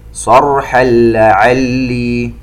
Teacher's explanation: تنوين وبعده حرف اللام إدغام بغير غنة